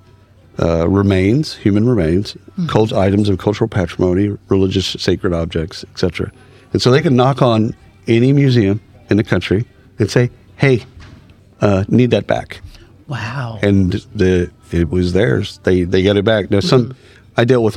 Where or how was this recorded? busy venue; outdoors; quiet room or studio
busy venue